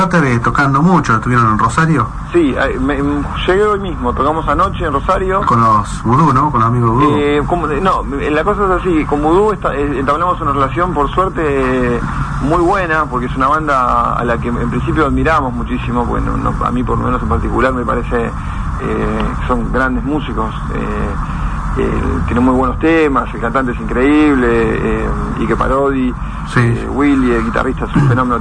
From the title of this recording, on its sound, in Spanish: Nota telefónica